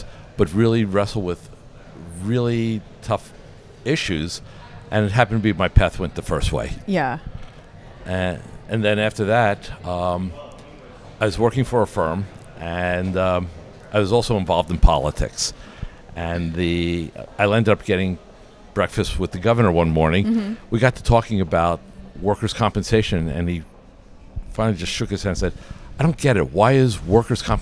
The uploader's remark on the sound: Live from ClaimsXChange